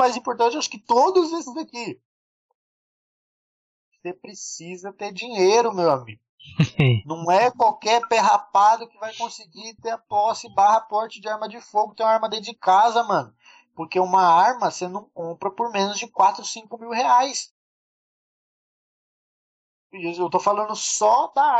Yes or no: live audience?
no